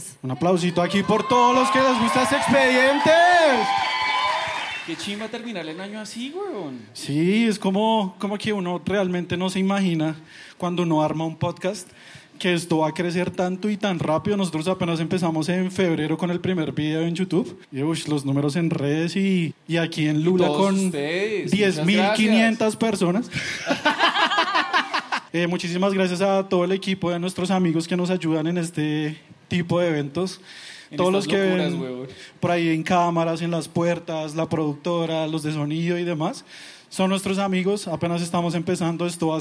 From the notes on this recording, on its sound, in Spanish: Sexpedientes en vivo en Lula Shots.